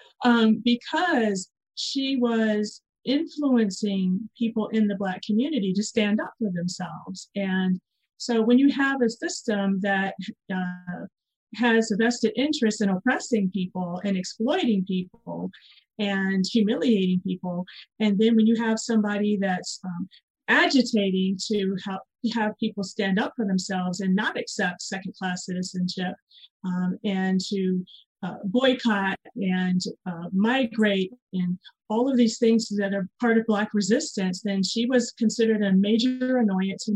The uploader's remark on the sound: In response to the COVID-19 Pandemic, this program was recorded via online livestream by the Commonwealth Club of California in San Francisco, CA.